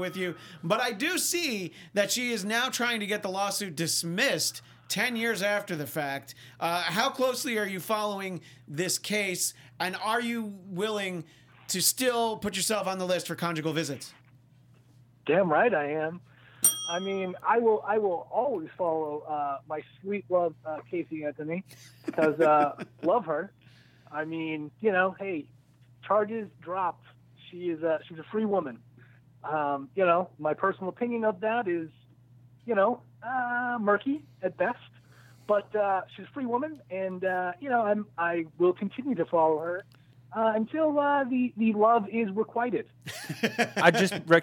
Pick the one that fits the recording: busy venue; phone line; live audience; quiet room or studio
phone line